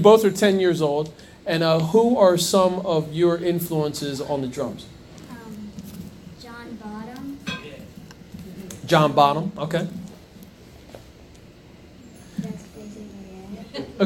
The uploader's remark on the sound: During his performance during the REJS Entertainment Rising Stars Spotlight at Tavern On The Lake in Hightstown NJ.